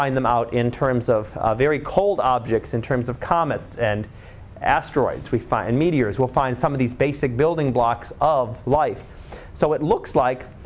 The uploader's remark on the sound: Live Class Lecture